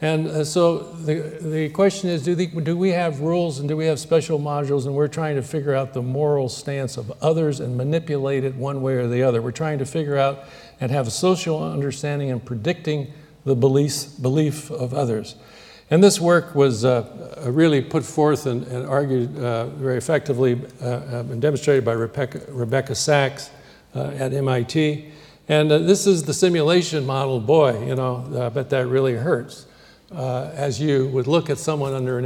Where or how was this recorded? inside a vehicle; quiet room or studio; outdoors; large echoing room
large echoing room